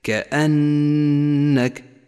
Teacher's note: وقف على النون المشددة بغنة زمنها حركتان، فهي خضراء اللون في مصحف التجويد إشارة إلى موقع الغنة.